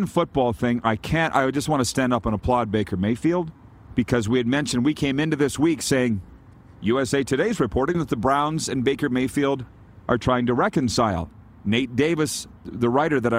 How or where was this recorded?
busy venue